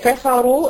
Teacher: كفروا الراء مفخمة عشان مضمومة